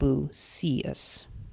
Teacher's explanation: we're supposed to pronounce that Bucius with the emphasis on the middle syllable